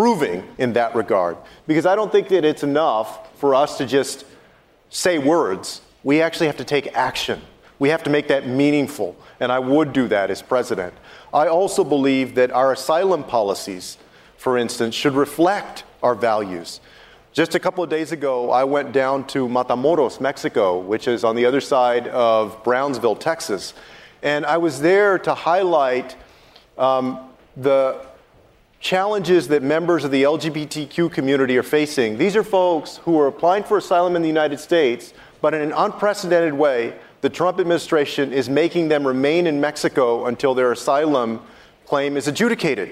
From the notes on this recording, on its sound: answers questions during a live town hall